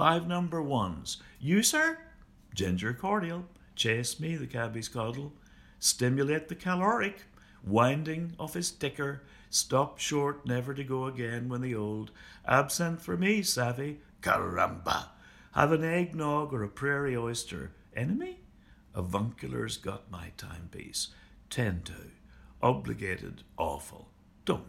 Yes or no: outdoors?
no